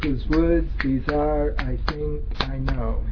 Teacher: so that's iambic, what's called iambic tetrameter